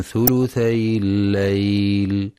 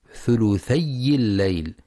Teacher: ينتبه القارئ لتخفيف الياء وعدم تشديدها في كلمة ثلثي · Shown in: first take · فلا يقرأ ثلثي الليل بتشديد الياء.